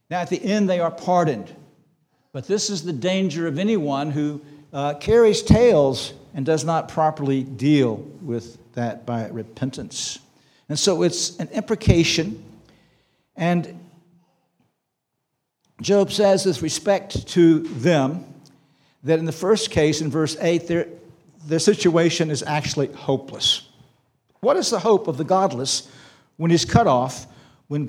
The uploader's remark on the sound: This sermon was preached on July 16, 2023 at Antioch Presbyterian Church, a mission work of Calvary Presbytery of the Presbyterian Church in America located in Woodruff, South Carolina.